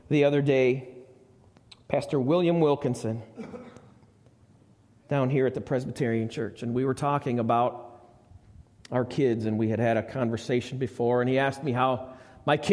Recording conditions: large echoing room